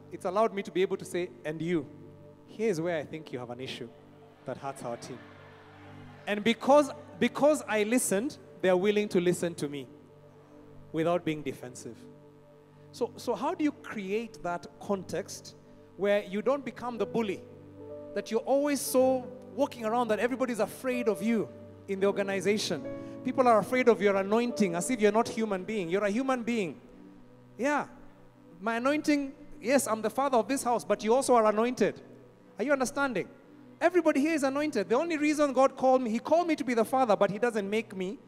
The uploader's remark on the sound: Preached at Worship Harvest Camp, Kampala